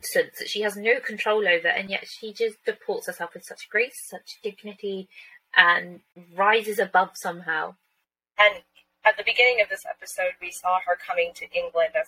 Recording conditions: poor sound quality